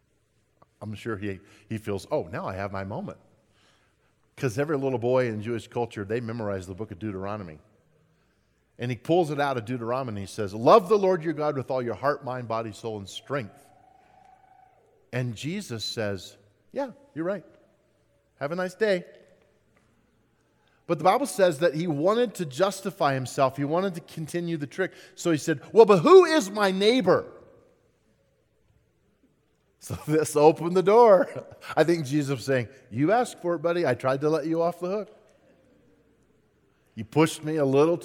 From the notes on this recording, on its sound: At Timberline Church. Live.